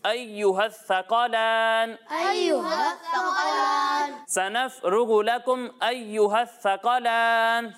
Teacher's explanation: سا میں سیٹی کی آواز نہیں آئے گی اور قاف کو ہم نے موٹا کر کے پڑھنا ہے